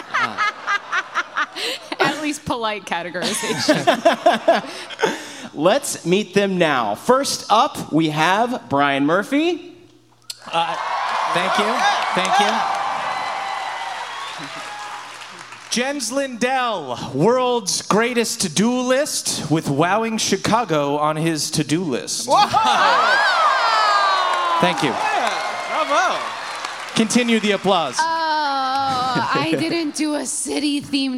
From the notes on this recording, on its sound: Trinyvale LIVE in Chicago (The Dog and Pony Show). In the first ever live Trinyvale.